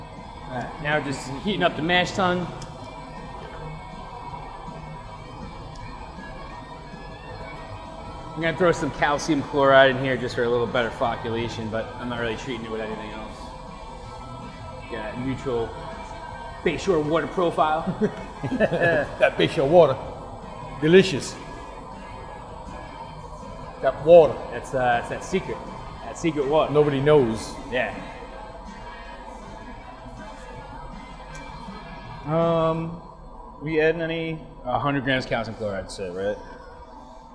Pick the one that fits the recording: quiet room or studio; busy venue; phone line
busy venue